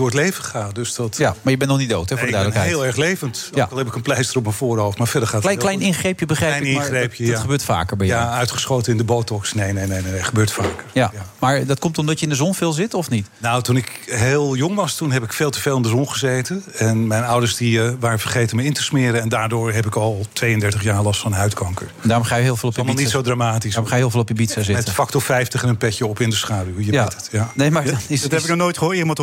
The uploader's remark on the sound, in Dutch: live vanuit de Lobby van het Double Tree by Hilton Hotel in Amsterdam